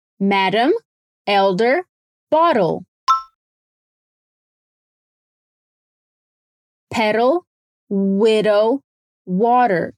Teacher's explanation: Enquanto no inglês britânico o som é bem fechado, e no inglês americano ele quase soa como um D mesmo, só que bem fraquinho. Como as palavras madam, elder, pedal e widow, que querem dizer madame, idoso, pedal e viúva. · Term: flap T